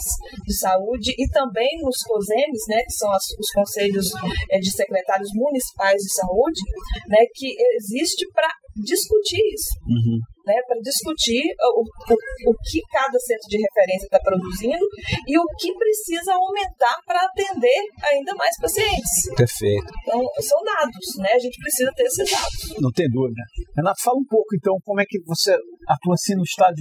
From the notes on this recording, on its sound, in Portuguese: Este Podcast foi gravado presencialmente durante o Congresso HEMO de 2022.